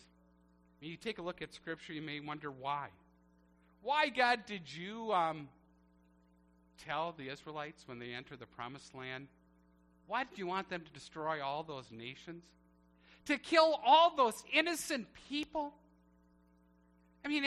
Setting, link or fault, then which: setting, large echoing room